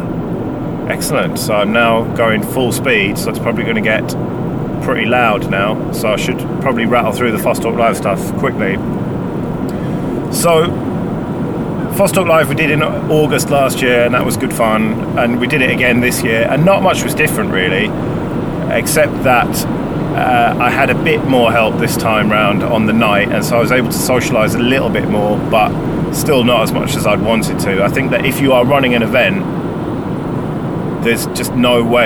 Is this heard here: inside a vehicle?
yes